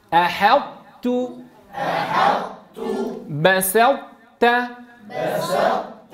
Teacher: حتى لا يذهب هذا الإطباق نتيجة الإدغام، أنت مو عم تدغم الطاء في التاء لكنه إدغام ناقص، لابد أن توضح صفة الإطباق في الطاء، فتقول أحطت مع بسطت، بسطت، ولا تفخم الحاء والسين